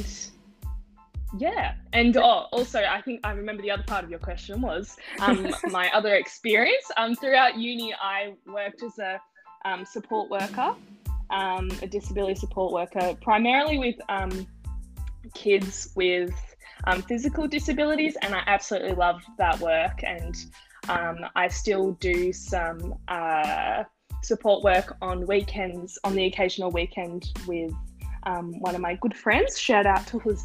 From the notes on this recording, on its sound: Apologies for the poor audio quality.